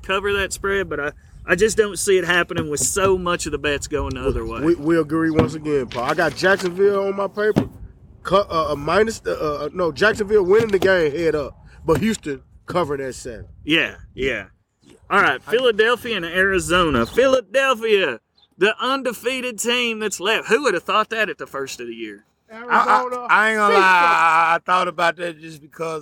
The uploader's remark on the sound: Being out in the open there is noise that may not filter out